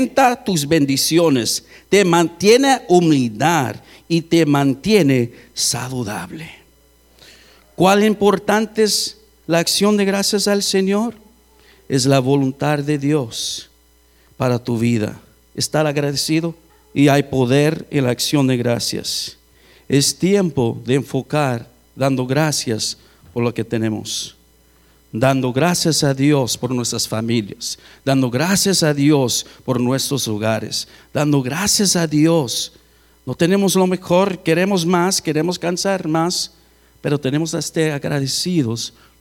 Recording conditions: large echoing room